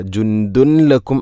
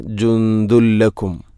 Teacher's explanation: തൻവീനിനെ ലാമിലേക്ക് കൂട്ടിലയിപ്പിക്കണം. അപ്പോൾ നൂനിൻ്റെ ശബ്ദം കേൾക്കൂല · Shown in: second take · ജുന്ദുൻ എന്ന ശബ്ദമില്ല. · Term: ഇദ്ഗാം ബിലാ ഗുന്ന